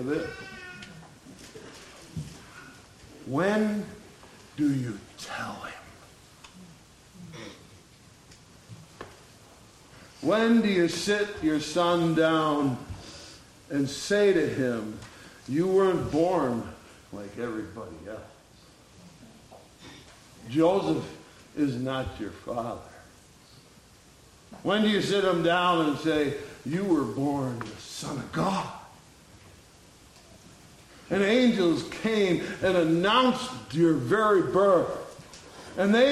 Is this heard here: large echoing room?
yes